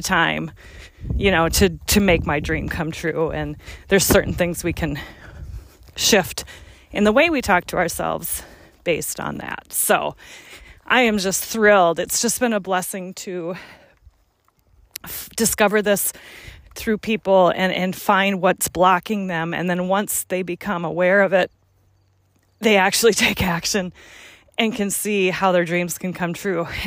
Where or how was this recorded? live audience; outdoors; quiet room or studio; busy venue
outdoors